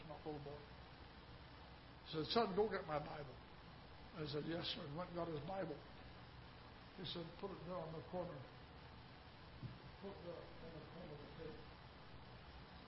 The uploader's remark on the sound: Ketha Heights Baptist Church ~ Live Broadcast